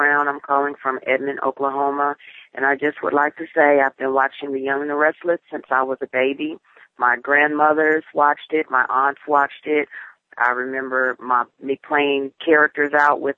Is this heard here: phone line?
yes